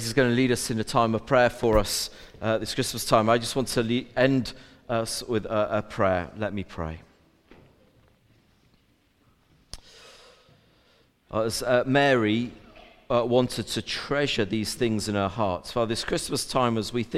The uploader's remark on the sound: A Recording of the All Age Carol Service.